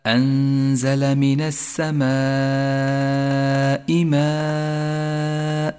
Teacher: يمد المتصل خمس حركات وجوبا · Term: المد المتصل